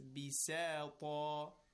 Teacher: Keep in mind it is bisata. The first part is with tarqiq and the second part is with tafkheem.